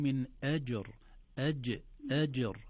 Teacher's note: من أجر طبعا الجيم علشان تقلقل بنيتي لابد أن نعطيها صفة الشدة، بمعنى ينحبس الصوت في الجيم. أج أم لو قلنا أج لن نستطيع أن نقلقل مطلقا مهما حاولنا، لأن الصوت لا ينحبس. · Term: قلقلة